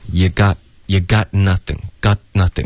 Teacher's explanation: Got 结尾需要有一个干脆的停顿